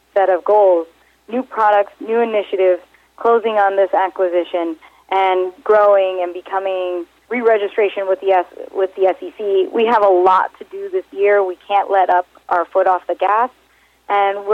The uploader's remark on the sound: called in to SmallCapVoice